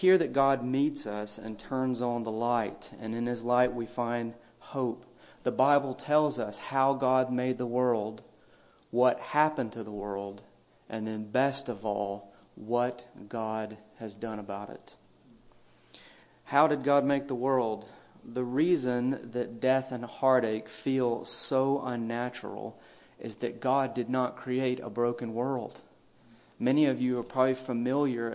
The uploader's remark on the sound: A brief message delivered at a memorial service.